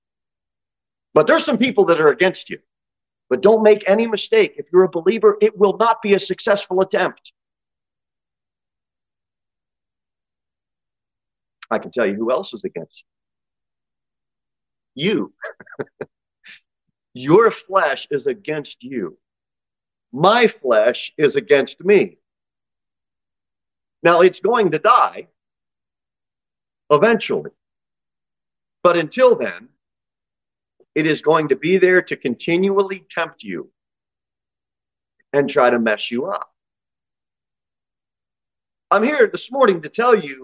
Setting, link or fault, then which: setting, large echoing room